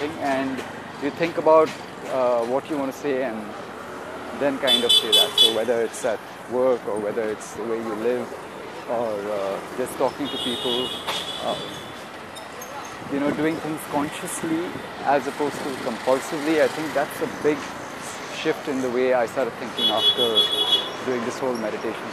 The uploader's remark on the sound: Walking in Vile Parle. Walking near a lovely vegetable market.